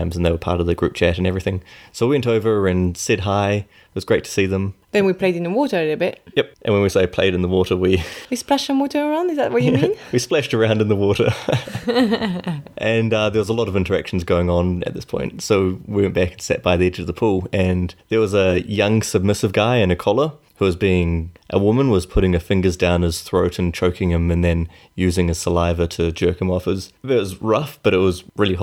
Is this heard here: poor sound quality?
no